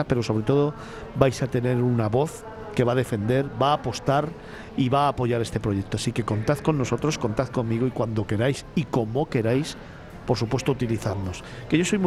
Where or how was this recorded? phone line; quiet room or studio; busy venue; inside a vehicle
busy venue